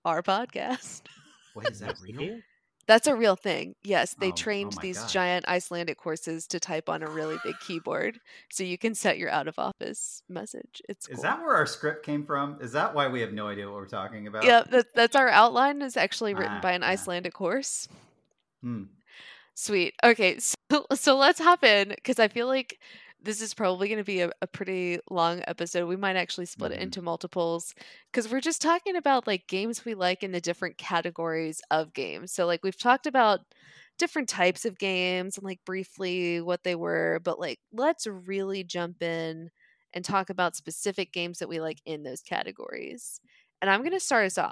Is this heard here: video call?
no